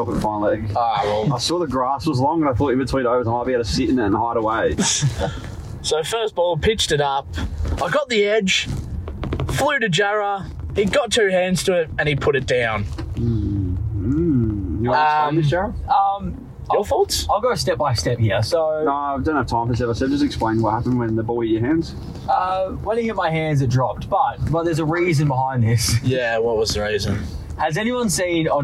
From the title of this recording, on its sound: Stumps LIVE From KFC Carpark